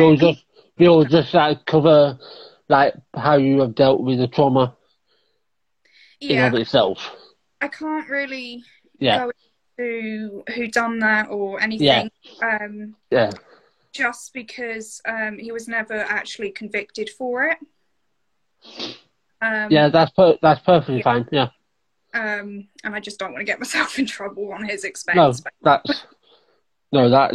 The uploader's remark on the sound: in an Instagram Live